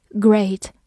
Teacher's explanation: E A 字母组合在这里发，A 这个双元音 · IPA: ɡreɪt